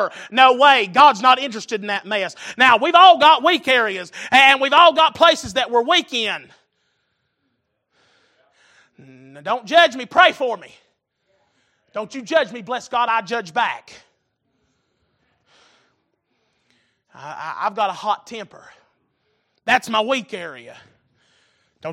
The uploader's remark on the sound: Recorded April 5, 2023 - Wednesday Evening Service